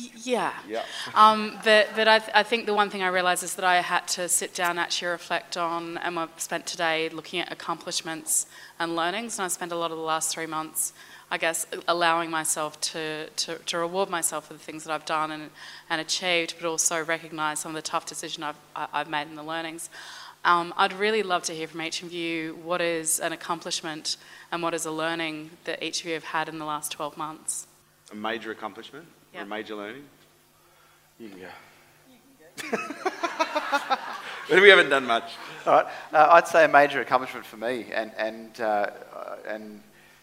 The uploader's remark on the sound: LIVE AUDIENCE